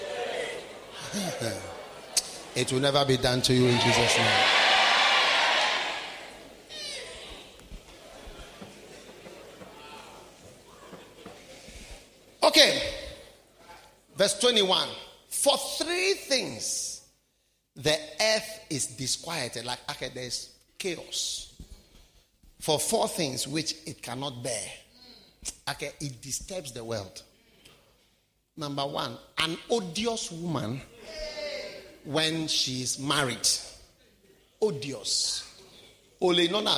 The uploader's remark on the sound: Preached at the Wisdom Impartation Service.